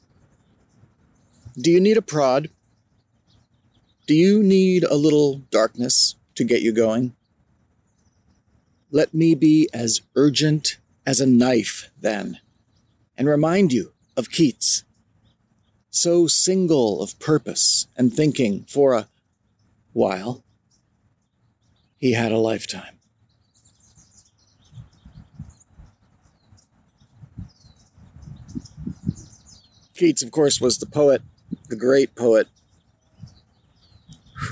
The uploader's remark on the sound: Recorded outdoors under the clear blue late winter skies at a park. I used Easy Voice Recorder Pro , an Android app, to record this episode. It’s outdoors, so it sounds a little different!